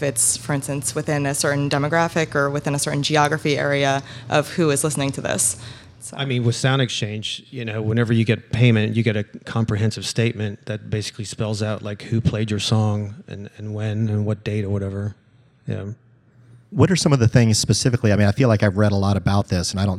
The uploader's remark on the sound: LIVE in Durham. We discuss in this final panel from Motorco Music Hall in Durham, NC.